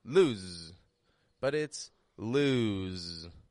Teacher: It stretches out in the vowel sound. And then it voices that S as a Z.